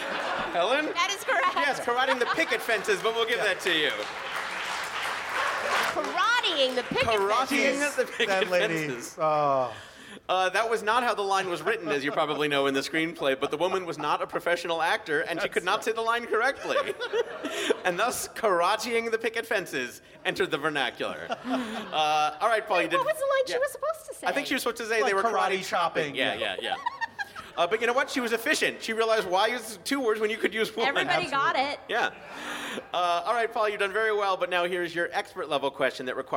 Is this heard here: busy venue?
yes